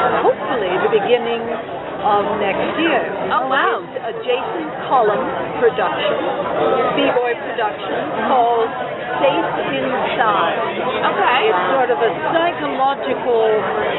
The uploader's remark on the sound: were interviewed while attending Infect Scranton, a Zombie Convention